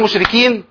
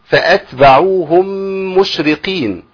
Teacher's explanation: فالقاف بينه بالظبط كده ولم تبدل بكاف · Shown in: second take